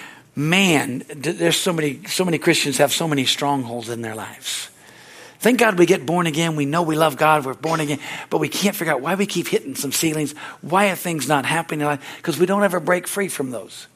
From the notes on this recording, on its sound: This message is from the Wednesdays service on July 26, 2023 at Harvest Bible Church in Stockton, CA.